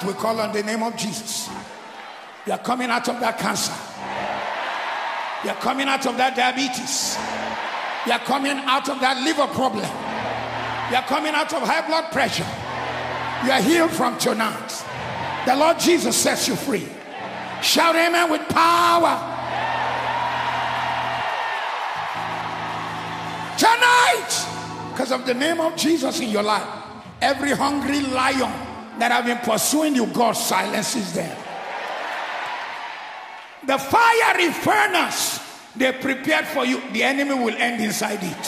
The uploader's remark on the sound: Kingdom Life 2023 World Conference Opening Service